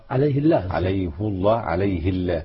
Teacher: عندما تقول عليه الله هنا لام الجلالة تتفخم لو قال عليه راح تترقق · Term: تفخيم لفظ الجلالة